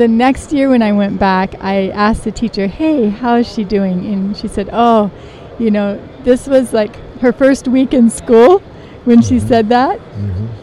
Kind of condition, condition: setting, busy venue